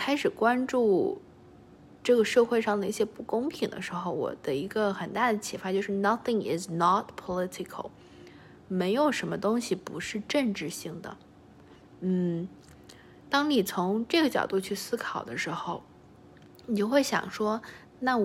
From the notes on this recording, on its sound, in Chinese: 拿起手机录制第0期